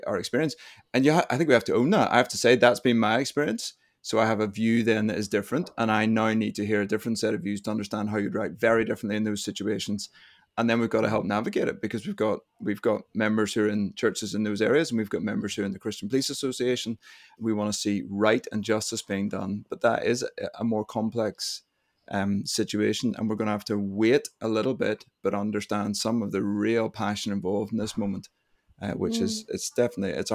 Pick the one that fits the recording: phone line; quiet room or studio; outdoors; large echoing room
quiet room or studio